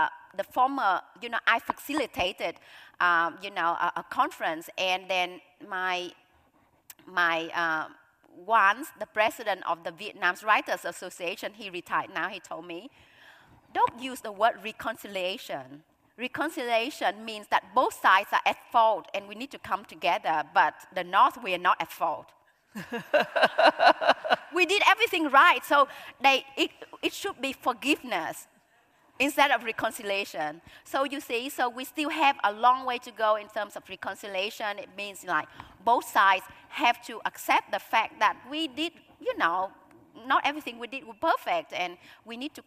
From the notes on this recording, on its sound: this highlight of the 2023 Auckland Writers Festival